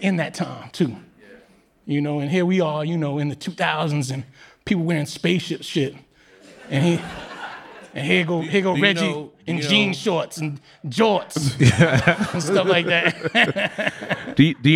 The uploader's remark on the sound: After that episode dropped, we invited Reggie’s friends, family, and colleagues to record a live show at the BRIC Ballroom in Brooklyn.